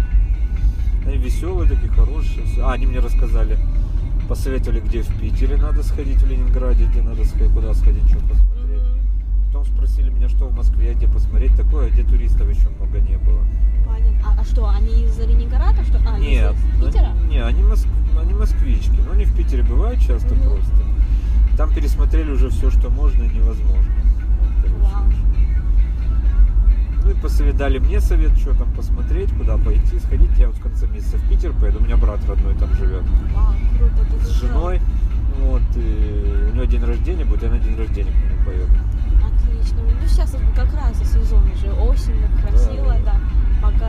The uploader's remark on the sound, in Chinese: 也偶然在yandex.taxi 打车的时候遇到的一位。于是就斗胆在上车前，按了手机录音。没有任何脚本，没有提前准备任何问题，只是普通的聊天。